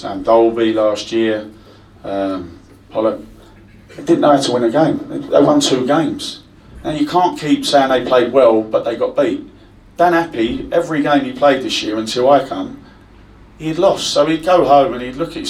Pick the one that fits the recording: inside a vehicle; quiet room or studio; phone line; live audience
live audience